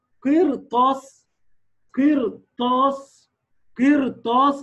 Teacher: ليه؟ لان الطاء بعدها مساعداك ومن اجل الطاء فخمت الراء. والا اذا رجعنا لاصل القاعده بالمنظر اللي احنا شايفينه قدامنا ده راء ساكنه وقبلها مكسور الاصل انها ترقق. · Term: فخم الراء